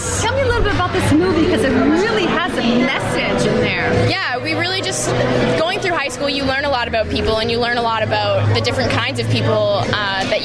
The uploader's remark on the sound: Speaks to attendees and winners at the 4th Annual Wasaga Beach Short Film Festival held in Wasaga Beach late January 2015. This program was originally broadcast on Beach BOOSTER Radio.